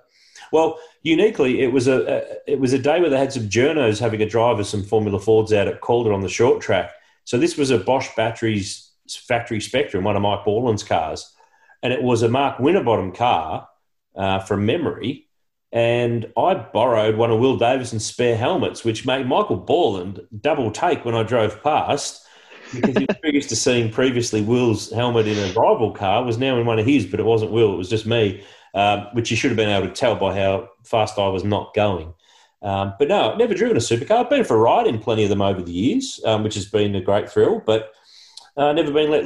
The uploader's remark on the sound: recorded over Zoom